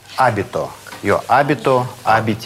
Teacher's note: Особенность в том, что ударение здесь на корень, на «абит».